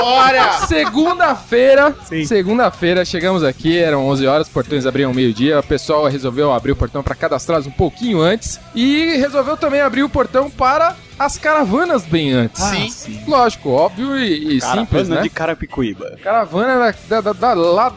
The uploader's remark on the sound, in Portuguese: Este episódio foi gravado AO VIVO direto do #CUBOGEEK na Campus Party 2012, evento que ocorreu no início de fevereiro em São Paulo!